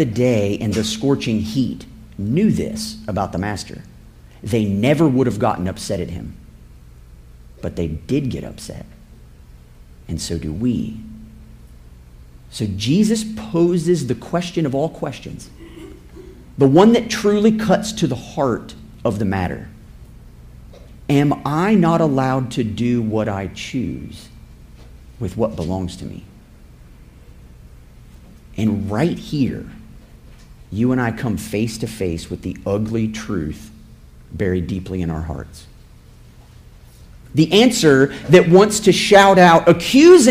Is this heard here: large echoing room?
yes